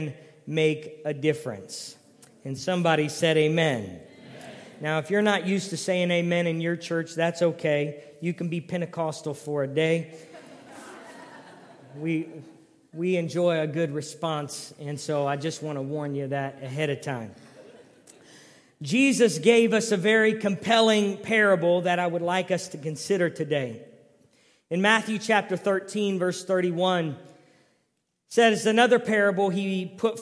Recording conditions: large echoing room